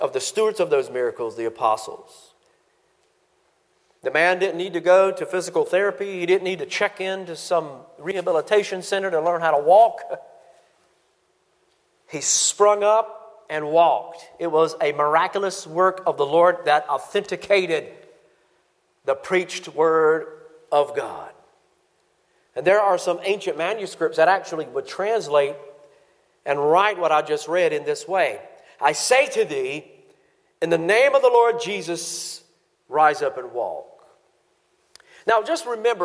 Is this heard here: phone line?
no